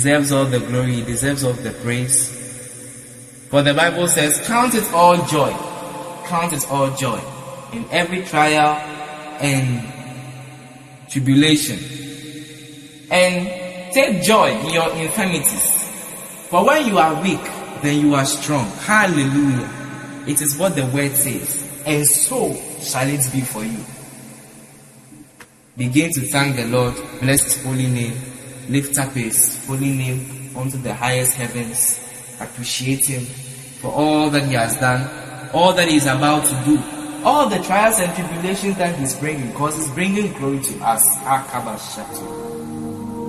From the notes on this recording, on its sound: Preached at The EFPAP & Midweek Service, LIVE at the Love Arena Church, Accra - Ghana.